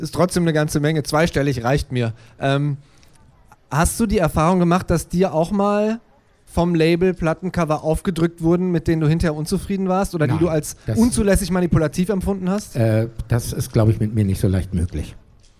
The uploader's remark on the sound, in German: auf dem Pop-Kultur-Festival 2019 gesprochen